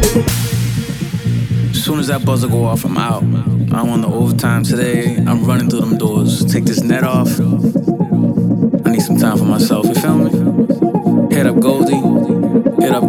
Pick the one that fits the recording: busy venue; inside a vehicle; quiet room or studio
busy venue